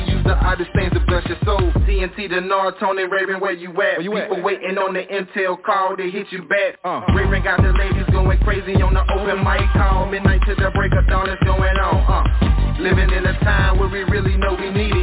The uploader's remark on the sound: TNTSuperfantastic Conferencec Call